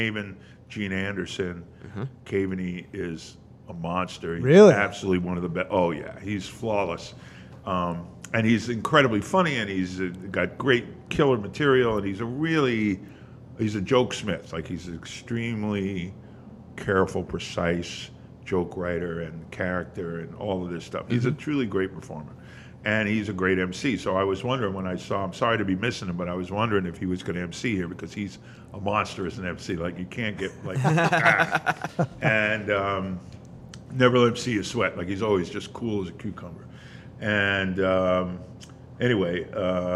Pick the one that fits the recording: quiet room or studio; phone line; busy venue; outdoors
busy venue